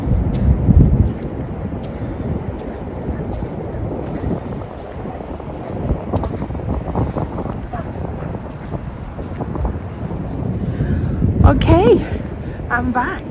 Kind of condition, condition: setting, outdoors